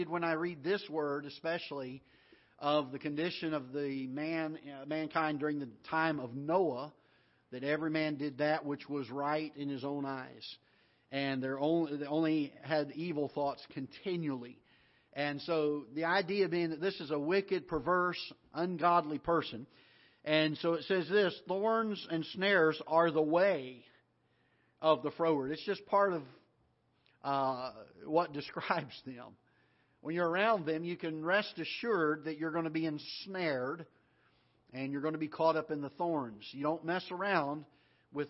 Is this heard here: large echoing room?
yes